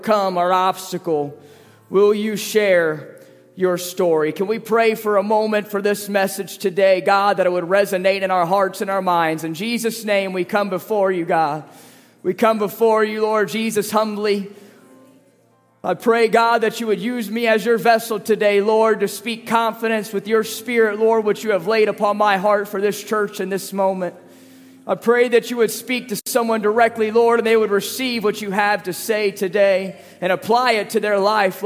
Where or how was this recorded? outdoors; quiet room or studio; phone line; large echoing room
large echoing room